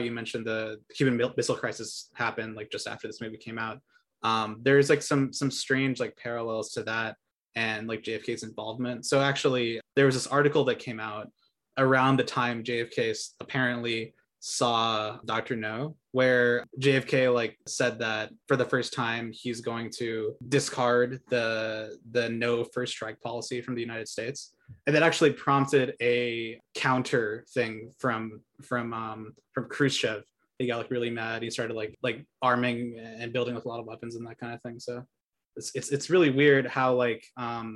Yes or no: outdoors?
no